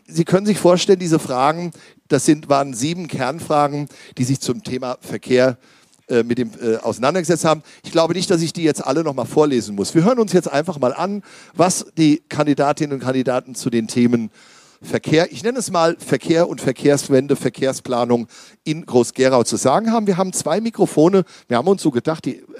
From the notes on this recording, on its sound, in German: Sachma - Der Podcast - LIVE aus dem Kulturcafé Groß-Gerau. Talkrunde.